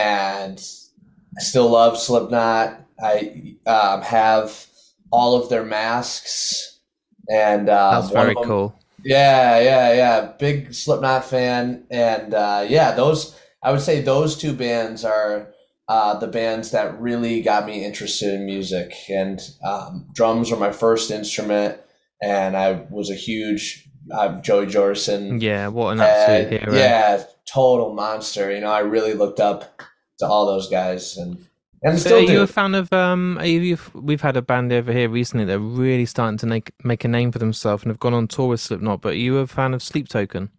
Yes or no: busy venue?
no